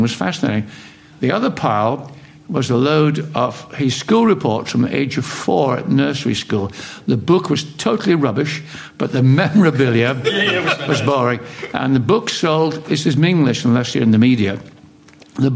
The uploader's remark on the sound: Here is a special #SpursShowLIVE, recorded in an intimate setting and the first of many more.